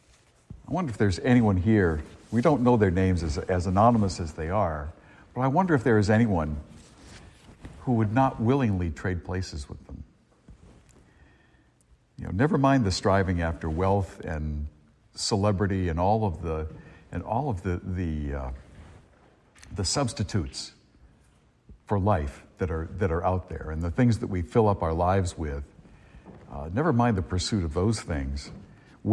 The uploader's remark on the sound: A homily delivered at Star of the Sea church in Salisbury, Massachusetts, on Christmas Day, 2023.